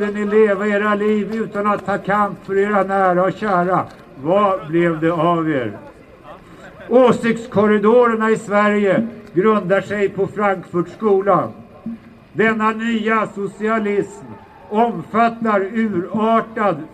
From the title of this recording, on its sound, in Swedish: talar på Mynttorget 10 mars 2019